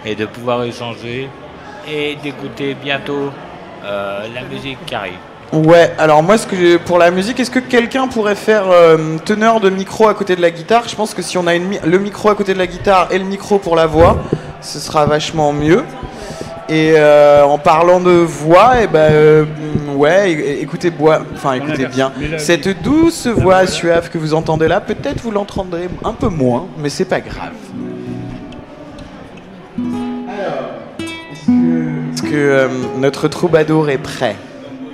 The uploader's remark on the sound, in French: En direct du salon Amours et handicap de Hyères